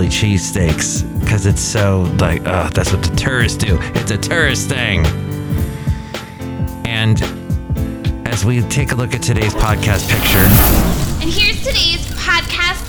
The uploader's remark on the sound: podcasts live from Cafe Anyway